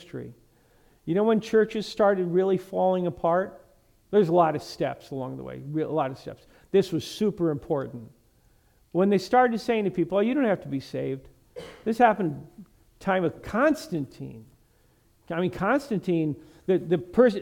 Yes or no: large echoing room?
yes